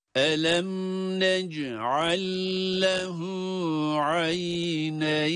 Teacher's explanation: Şimdi burada da sanki şeddeli lam varmış gibi okuyoruz · Term: idgam